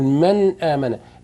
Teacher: مخرج النون في حالة الإظهار من طرف اللسان مع أصول الثنايا العليا، تقول من آمن، اللسان يضرب في الأسنان.